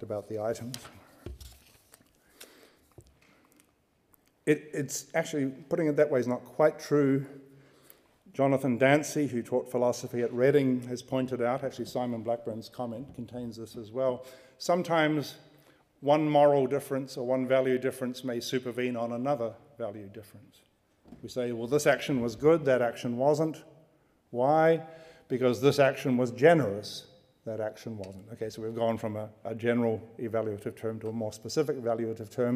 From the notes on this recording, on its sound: Recorded on 27 January 2015 at the University of Edinburgh's Playfair Library.